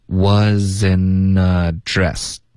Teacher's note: wasn't 的 t 我们要省略， this wasn't 跟 address 要连读， wasn'taddress，This was an address, OK?所以这三个字呢，会比较连， OK?就是连的比较就是过分了， OK? This wasn't a